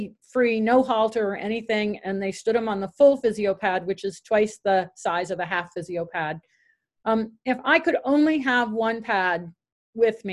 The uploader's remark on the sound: Zoom Meeting